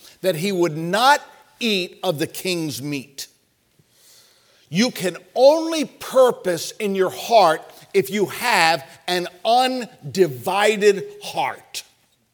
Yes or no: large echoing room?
yes